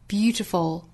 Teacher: 最终的是侧音，舌尖抵上齿音